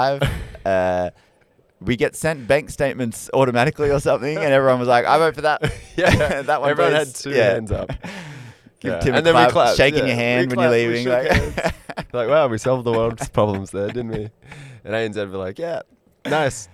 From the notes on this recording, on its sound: Live From Accountex.